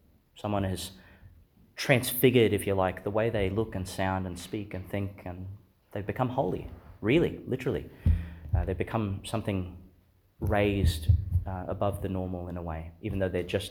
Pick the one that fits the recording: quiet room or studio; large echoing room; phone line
large echoing room